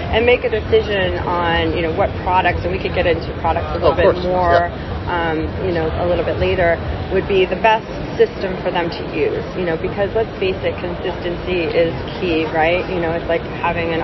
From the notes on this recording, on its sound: In this episode recorded at the recent Greater New York Dental Meeting.